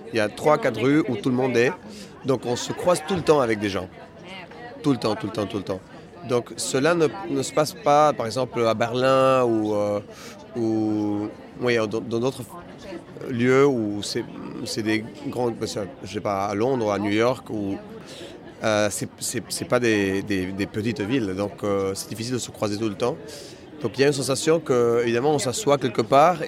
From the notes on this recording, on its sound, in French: Bienvenue dans cette 2ème capsule enregistrée en marge du 76ème Festival de Cannes. Après deux jours de pluie le beau temps est revenu sur la croisette. Installée en terrasse pour profiter du soleil.